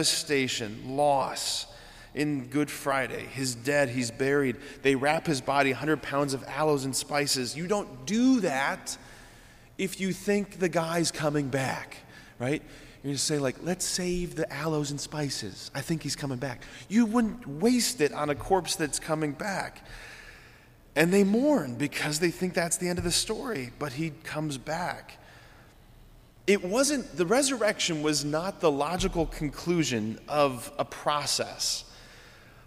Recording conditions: large echoing room